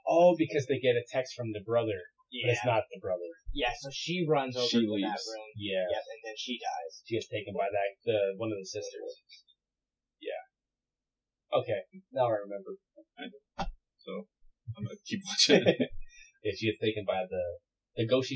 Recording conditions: poor sound quality